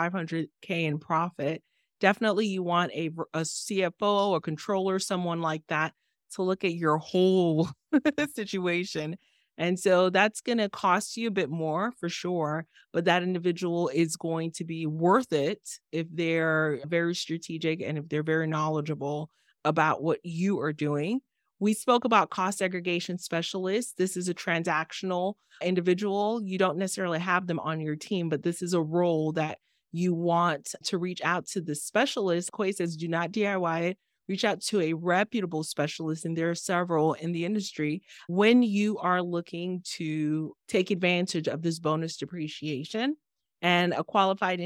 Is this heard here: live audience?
no